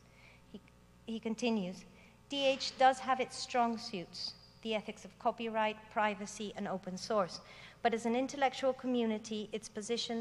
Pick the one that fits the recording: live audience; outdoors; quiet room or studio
live audience